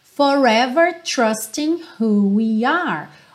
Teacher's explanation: O G do ING não soa, ali do trusting, certo? A gente termina nesse som de N.